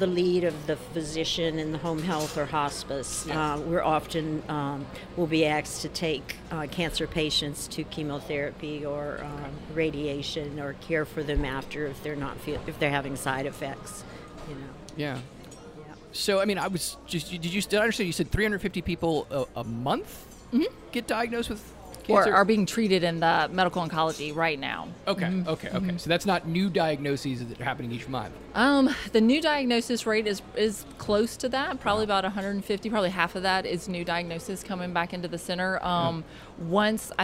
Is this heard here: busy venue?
yes